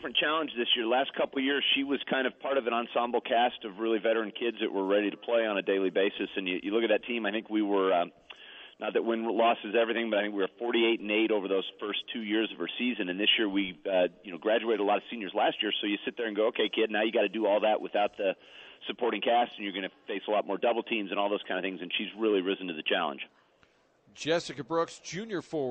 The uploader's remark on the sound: broadcasting live from the STL Golf Expo